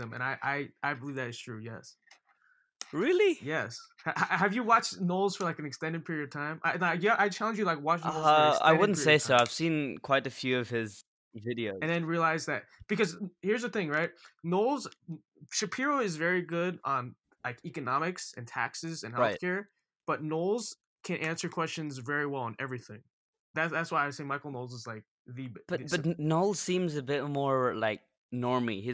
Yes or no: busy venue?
no